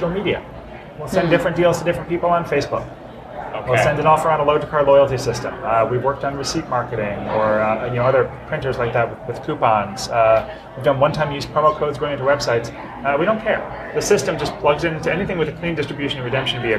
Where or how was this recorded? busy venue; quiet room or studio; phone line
busy venue